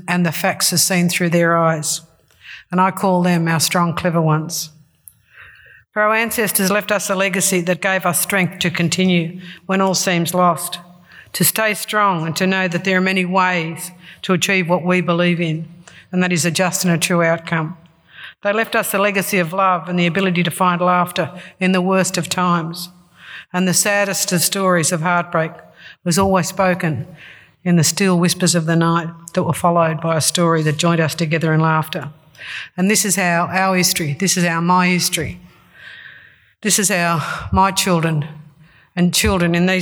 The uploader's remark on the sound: It was recorded on Tuesday 20 August at a Sydney Ideas event, as part of Innovation Week 2019